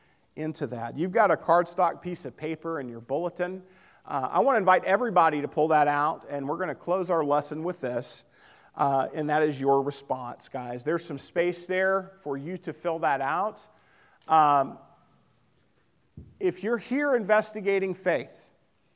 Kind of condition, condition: setting, large echoing room